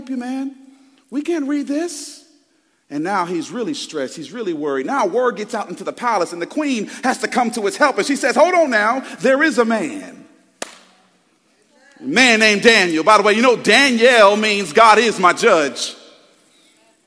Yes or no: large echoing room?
yes